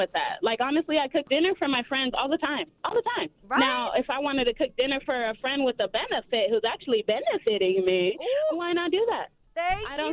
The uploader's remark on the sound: we had a girl call